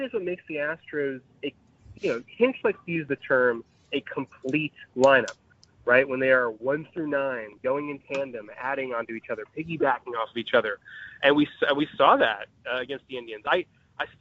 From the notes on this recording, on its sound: on the phone line